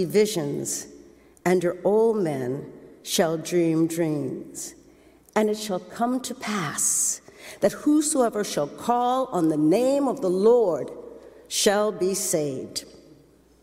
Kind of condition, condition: setting, large echoing room